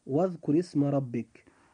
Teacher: الراء في كلمة واذكر جاءت مكسورة فيجب أن ترقق أيضا عند النطق. إذن هنا حرف الراء إذا كان مكسورا فلا بد أن يرقق. · Term: الترقيق